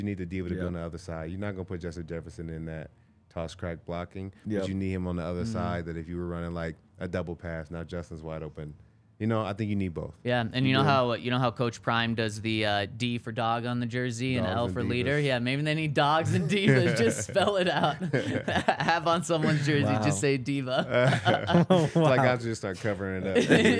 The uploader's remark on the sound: coming to you LIVE from the DNVR Bar